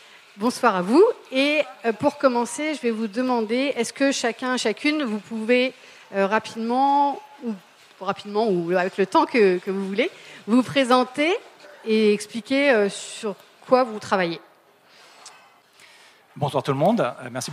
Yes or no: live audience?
yes